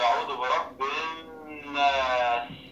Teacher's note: النون بتاعت الناس نلاحظ إن عليها شدة وفتحة، تبقى وده اسمه حرف غنة مشدد، حرف غنة ايه مشدد، والغنة بتخرج من الخرشوم اللي هو أعلى الأنف